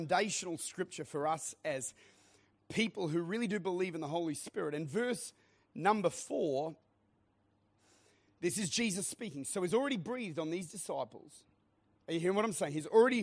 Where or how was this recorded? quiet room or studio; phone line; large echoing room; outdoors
large echoing room